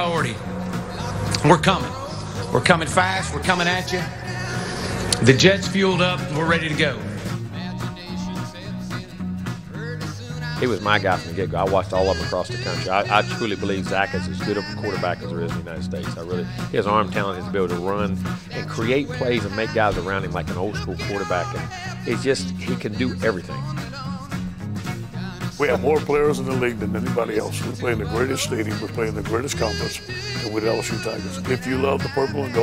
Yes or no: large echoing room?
no